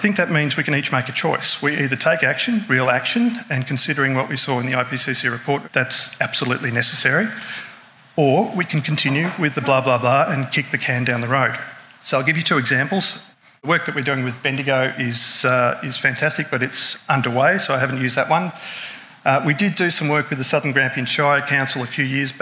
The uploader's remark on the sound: Keynote address at a recent event we hosted in Bendigo, Victoria. This is a short bonus episode from the Vic Drought and Innovation Hub's 2023 Think Tank event, 'Are we drought ready?'.